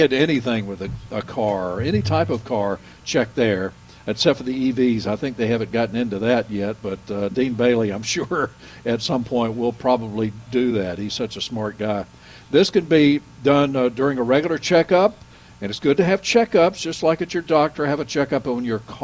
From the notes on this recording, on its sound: broadcasting live from Bell’s Carpet & Floors